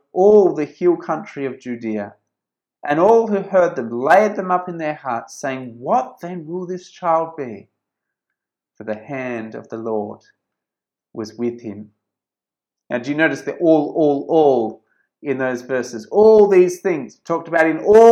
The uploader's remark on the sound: This sermon was preached at St George's Church, Penang on 23rd December 2020.